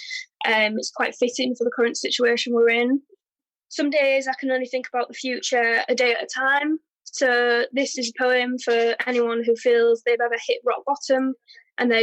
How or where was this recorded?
video call